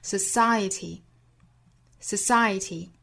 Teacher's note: Our tragedies don't occupy society the way we fear theywill。那我们再看最后的 fear 这个词，那它是一个双元音 ear ear fearfear，美音呢要注意发音更紧凑，发 fearfear，一会儿我们再讲。我们再往前看 society 这个词，这个词发音呢不管音还是美，单词内部是不会有 er 的发音的，不能发成 society，应该是 society，中间包含的是一个 schwasound，不要把它误会成是 er 的发音